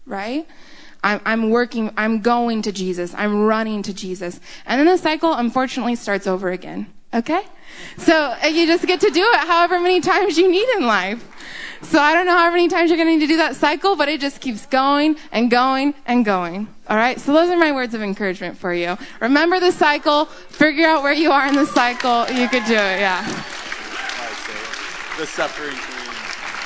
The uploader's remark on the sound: This recording is of our Question and Answer panel we had at the camp with several pastors and leaders from the different churches.